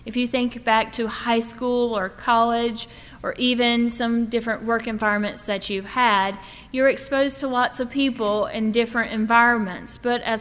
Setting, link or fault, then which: setting, large echoing room